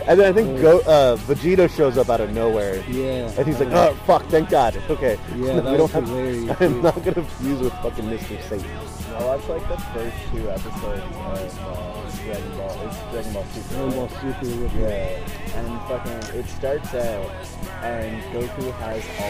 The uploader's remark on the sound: Audio is iffy cuz we recorded this at the park.